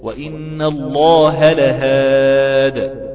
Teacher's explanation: وإن الله لهادي الذين آمنوا، لما أقف عليها أقول إيه؟ وإن الله لهاد بتسكين الدال وقلقلتها